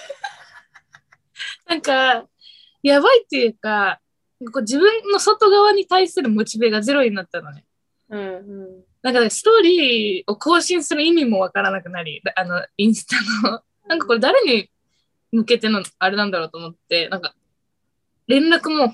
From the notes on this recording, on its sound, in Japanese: 東京と富山でzoomにて収録